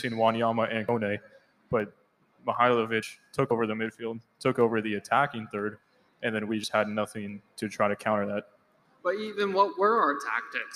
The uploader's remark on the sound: Big thanks to Tin Roof Orlando for letting us do our first ever live podcast at their venue!